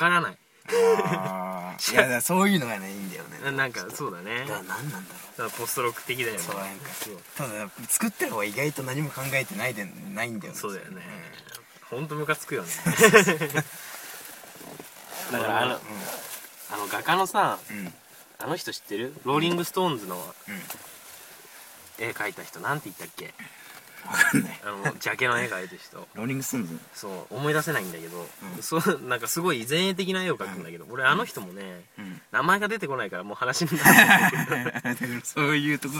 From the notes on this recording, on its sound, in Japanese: 寒空のした収録した第1回目でございます。